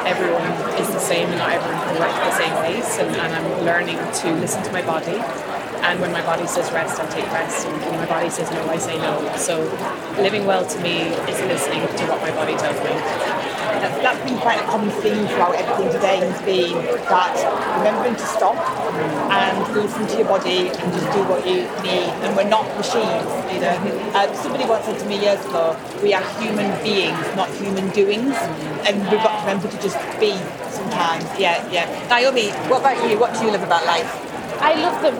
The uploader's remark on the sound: This series was recorded at CHS Leeds , a tradeshow for the Meeting and Events industry. This series was recorded at CHS Leeds , a tradeshow for the Meeting and Events industry.